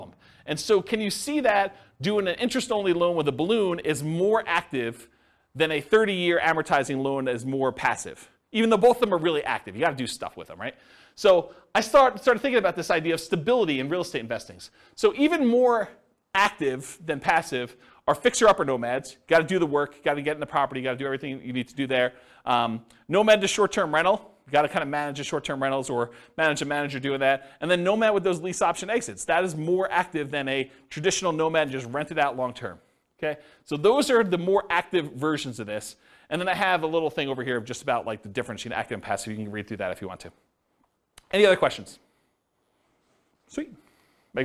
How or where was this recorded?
live audience